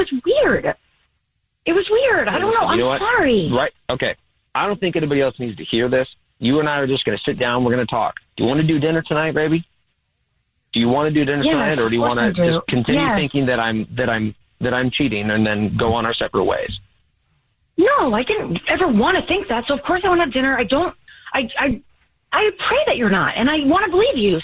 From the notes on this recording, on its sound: on the phone